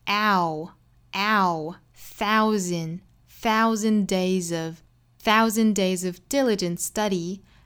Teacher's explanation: thousand 里面的这个元音是 ow 的元音，那美音的话倾向于会压一下这个嘴巴 ow thousand days of diligentstudy，diligent 尾部的 t 的发音也不发了，后面遇到辅音了，这里面 t 的为了这个更顺畅的发音呢，我们把它省略掉。Diligent study,停顿